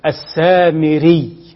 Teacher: الياء مشددة وتظهر الشد حتى في حال الوقف، ولا تأتي بالتخفيف